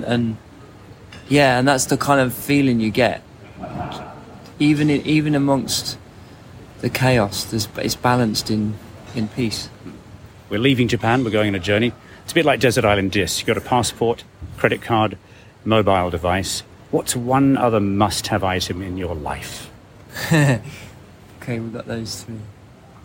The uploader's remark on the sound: Who were in Japan for Sonic Mania at Summer Sonic music festival in August 2022. The interview took place backstage at Makuhari Messe in Tokyo just before their live show.